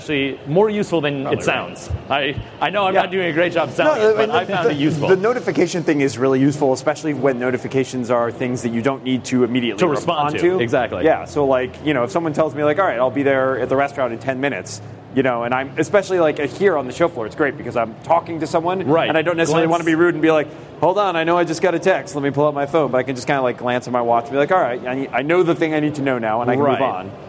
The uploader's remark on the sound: Recorded live on March 28, 2014 at Macworld/iWorld 2014 in San Francisco, CA.